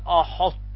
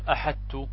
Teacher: الإطباق. فتظهر الإطباق فيها، فتقول ماذا؟ أحطت، ولا تقول أحدت · Shown in: first take